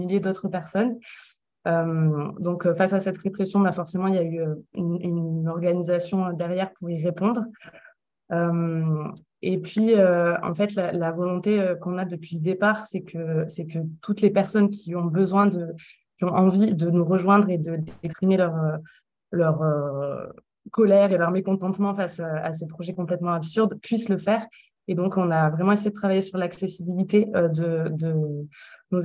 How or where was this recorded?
video call